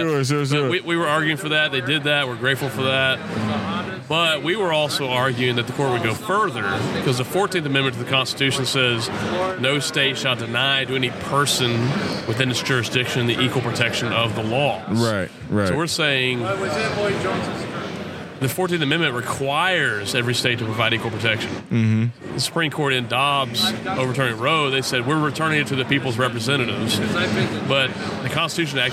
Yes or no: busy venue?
yes